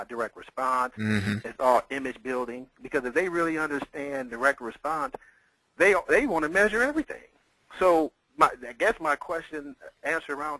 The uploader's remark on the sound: Vintage Audio. This is part of an audio call I did.